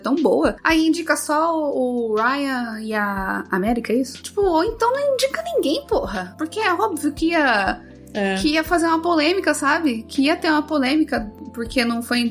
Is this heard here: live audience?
no